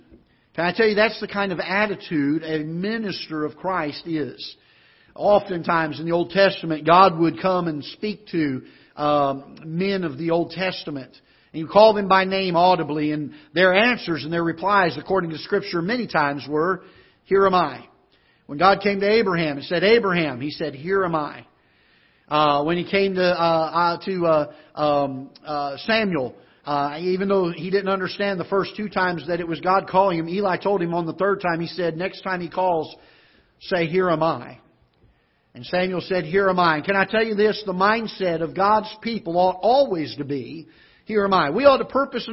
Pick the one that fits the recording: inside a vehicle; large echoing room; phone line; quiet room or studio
large echoing room